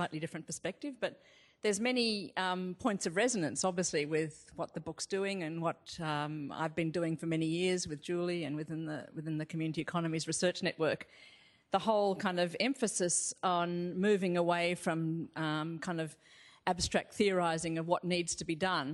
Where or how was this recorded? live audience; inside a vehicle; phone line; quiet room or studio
live audience